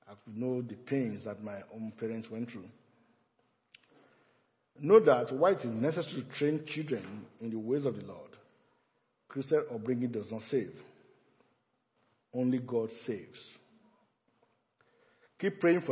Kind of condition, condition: setting, large echoing room